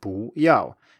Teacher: the 要 here has a fourth tone, and thus the 不 has to rise, and it becomes 不要.